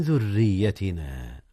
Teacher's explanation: أخفي نون من قبل الذال، إذ الذال من حروف الإخفاء